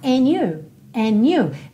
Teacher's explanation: E ele ainda pode soar and you. Lembra que a gente pode omitir o som desse D